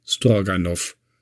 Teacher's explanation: das wird in Russland immer mit off ausgesprochen.